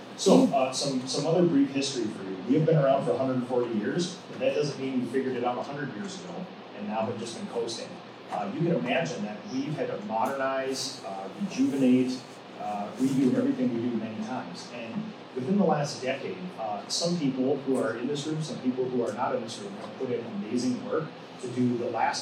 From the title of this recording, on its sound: Live From The Painting Contractors Association - PCA Women In Paint Conference